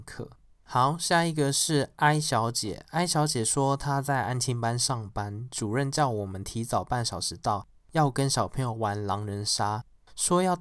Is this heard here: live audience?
no